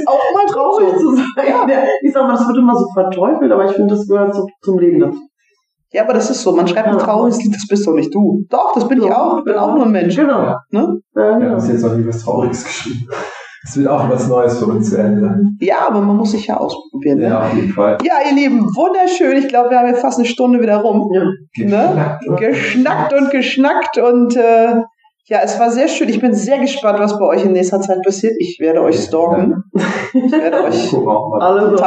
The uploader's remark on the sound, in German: Sorry für die nicht so gute Tonqualität, manchmal steckt man nicht im Detail!